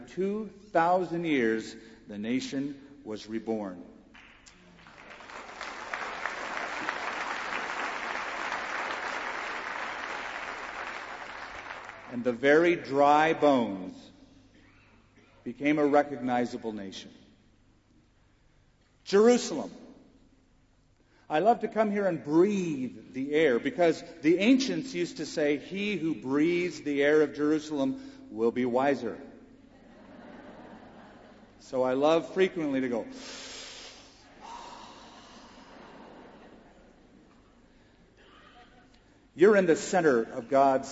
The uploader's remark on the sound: This message is a video of the teaching. Taught in Israel at the Epicenter Prophecy Conference on April 10, 2008.